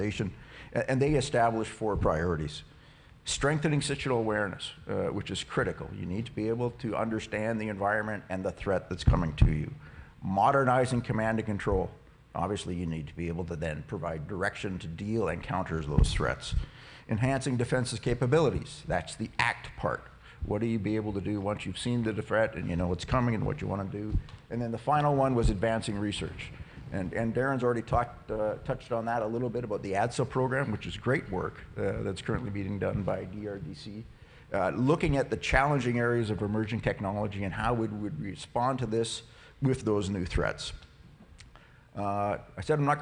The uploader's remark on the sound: This episode is an excerpt from our North American defence conference, which took place on May 19, 2022 in Ottawa.